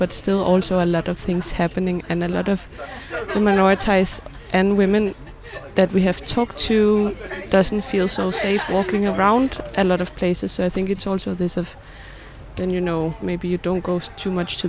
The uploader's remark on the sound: The Lake Daily (live from Roskilde Festival): Thursday. Day two after the first night of shows, heartfelt and high energy.